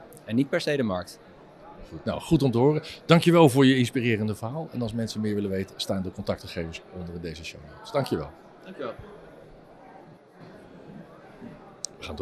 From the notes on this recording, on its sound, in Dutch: Bij het iTanks Waterstof010 Café op 14 april 2023